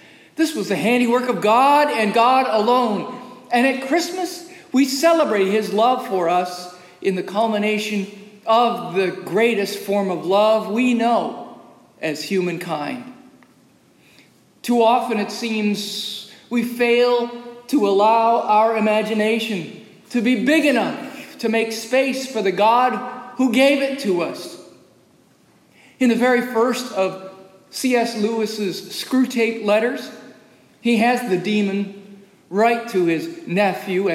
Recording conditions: large echoing room